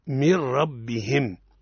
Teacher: في لفظ من ربهم النون ساكنة بعد حرف الراء ما حكمها؟ إدغام بلا غنة